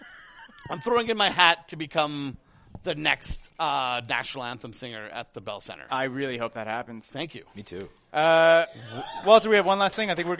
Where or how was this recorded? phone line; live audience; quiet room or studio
live audience